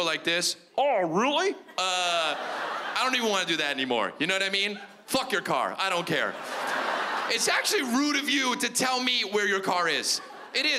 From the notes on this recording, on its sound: stand up from the Just For Laughs Festival in 2015